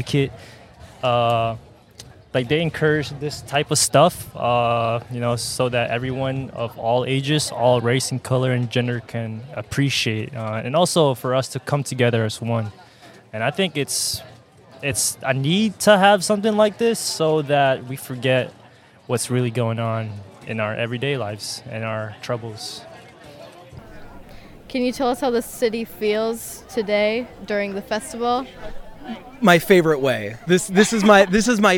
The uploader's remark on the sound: This year, Youth Radio took to the streets to ask attendees of the 2023 Granfalloon Festival. Along the way, they interviewed both people on the street, local artists and musicians and some participants in the festival itself. The extended edit of the episode that first aired on WFHB.